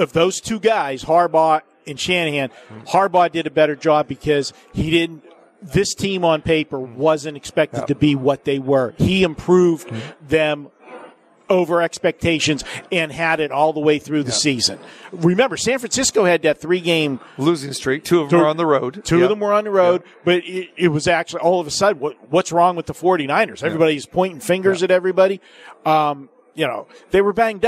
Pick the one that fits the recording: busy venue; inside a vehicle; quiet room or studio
busy venue